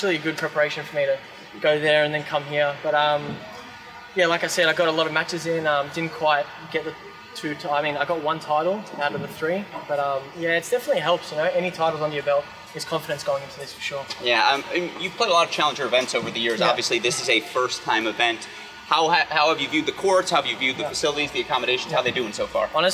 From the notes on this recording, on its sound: live from the Cranbrook Tennis Classic